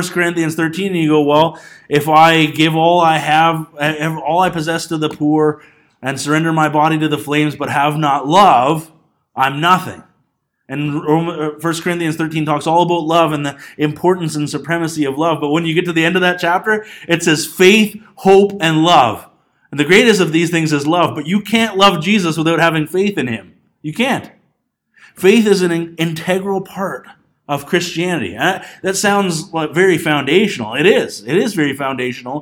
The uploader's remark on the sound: This Sunday morning message was recorded on February 2, 2020 at Bethel Pentecostal Tabernacle in Clinton, BC.